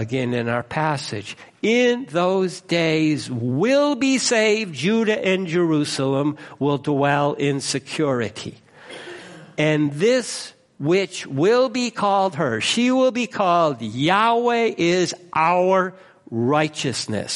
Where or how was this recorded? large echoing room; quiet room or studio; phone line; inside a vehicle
large echoing room